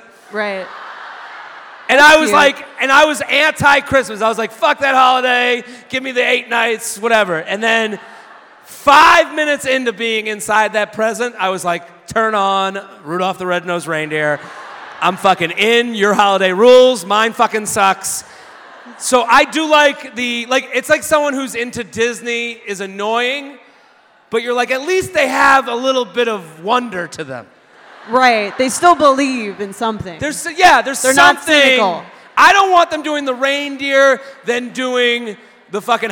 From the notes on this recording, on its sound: Live At Sixth & I. Recorded live at Sixth And I in Washington, DC.